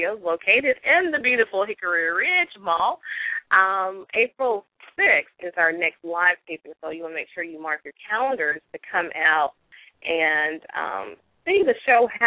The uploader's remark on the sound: a live call in weekly radio show